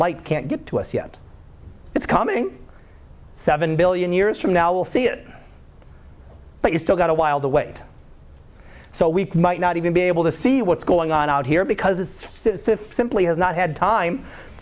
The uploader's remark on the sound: Live Class Lecture